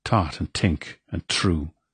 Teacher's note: So T's and D's for THs.